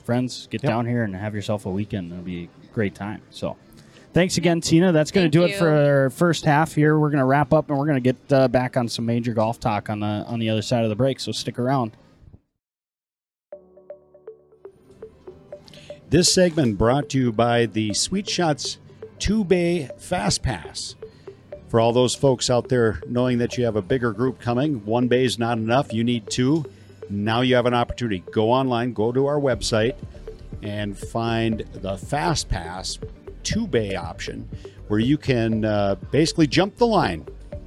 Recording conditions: busy venue